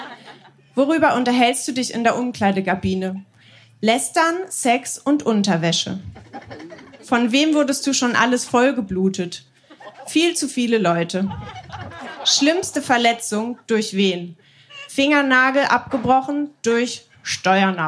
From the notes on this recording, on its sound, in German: Von der „texte von gestern“-Liveshow am 22.07.2021 im Kulturhaus Insel der Jugend, Berlin. Heißen Dank an das Kulturhaus Insel, unser tolles Publikum.